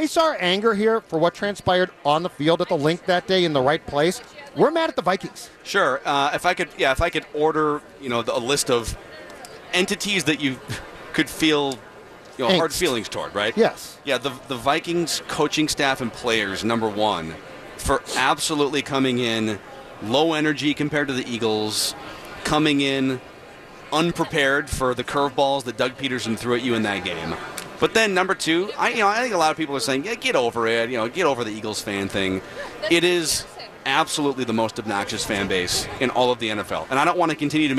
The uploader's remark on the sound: Live from Radio Row all week.